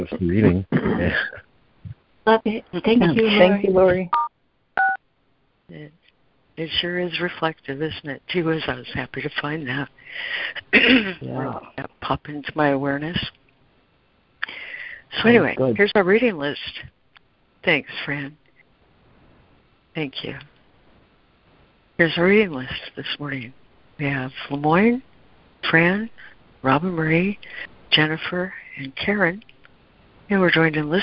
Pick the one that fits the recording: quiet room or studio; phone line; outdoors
phone line